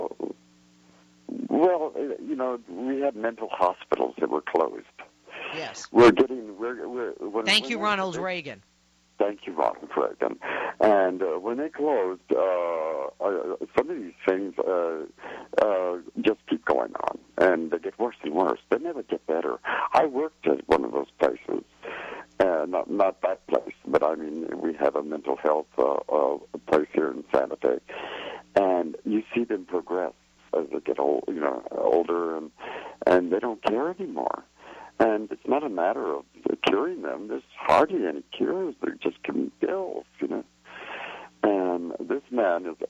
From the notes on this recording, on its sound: During open phones. Callers joined the conversation.